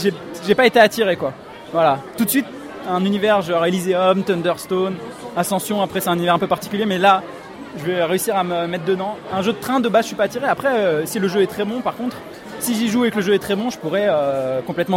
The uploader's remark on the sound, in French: Interview réalisée au festival international des jeux de Cannes édition 2015 par Ludovox.